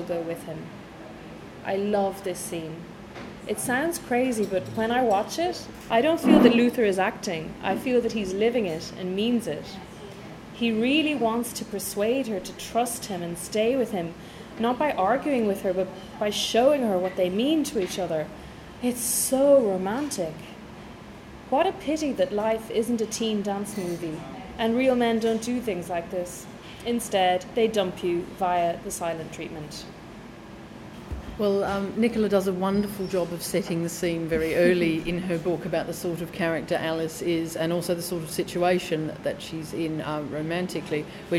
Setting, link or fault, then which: setting, busy venue